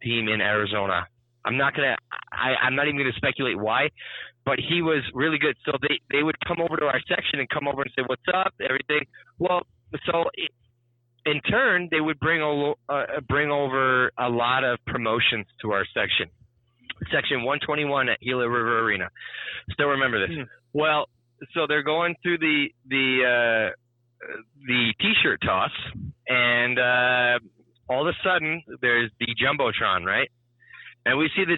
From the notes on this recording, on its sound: The team calls in from remote locations